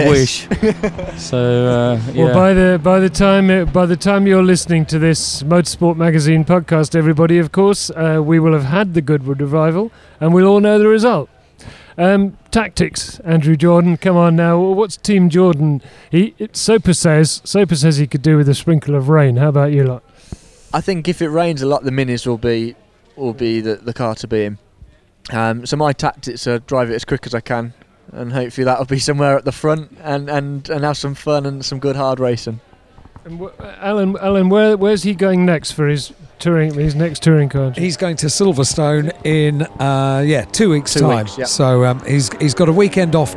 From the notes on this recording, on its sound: On Thursday afternoon at the Goodwood Revival, as teams were unloading transporters